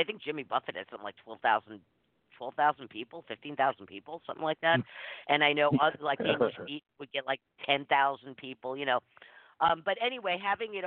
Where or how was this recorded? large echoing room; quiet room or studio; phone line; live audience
phone line